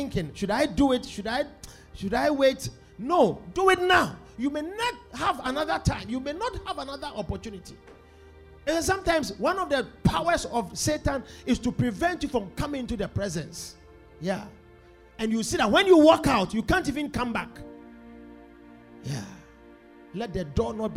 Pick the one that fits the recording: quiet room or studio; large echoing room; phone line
large echoing room